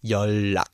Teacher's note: all you have to do is then just get rid of the n and make it a l · because the L sound is stronger than the N, it sort of eats the N sound